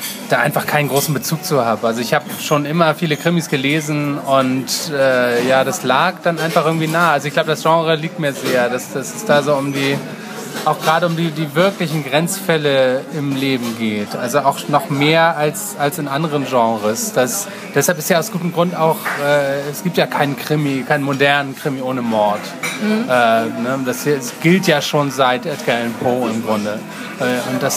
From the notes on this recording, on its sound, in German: Entschuldigt bitte, dass die Tonqualität leider nicht auf unserem üblichen Niveau ist, da das Interview in einem öffentlichen Umfeld aufgenommen wurde.